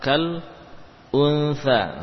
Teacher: lepaskan lidah dari makhraj nun, pindahkan menuju makhraj fa, kemudian berikanlah gunnah yang sempurna · Term: ikhfa